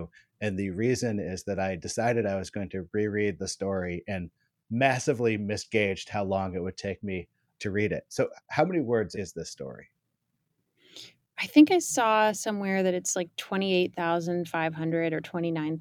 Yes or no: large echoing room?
no